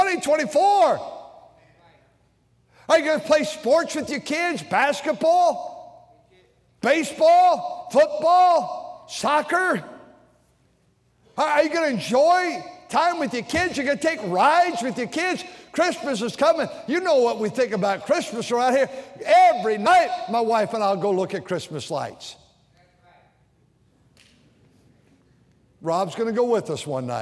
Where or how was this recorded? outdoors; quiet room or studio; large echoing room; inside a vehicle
large echoing room